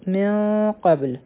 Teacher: د نون ساکن نه پس قاف هغې غټه اخفا به کوو په با باندې به قلقلا کوو لام به هم ساکن شي